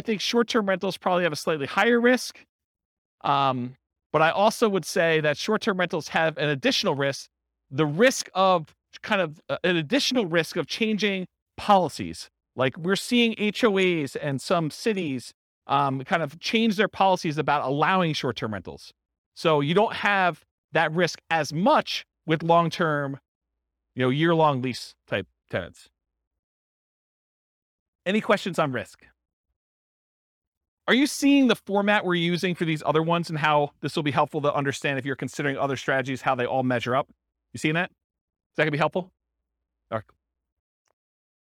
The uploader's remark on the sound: This was a live class recorded.